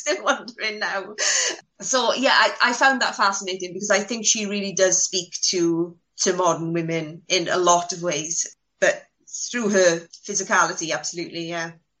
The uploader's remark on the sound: jump on the Zoom